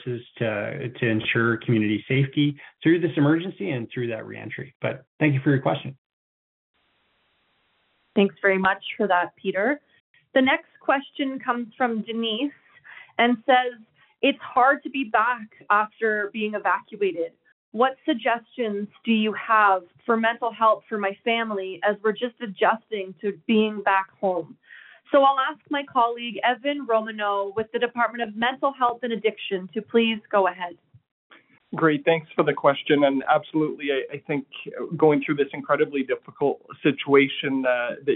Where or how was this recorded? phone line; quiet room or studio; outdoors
phone line